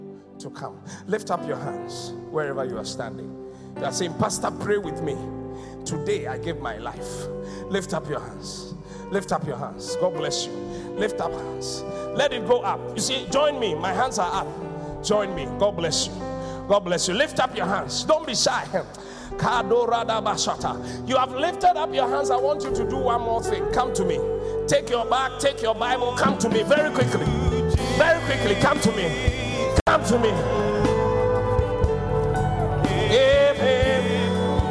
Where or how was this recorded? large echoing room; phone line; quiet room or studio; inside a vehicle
large echoing room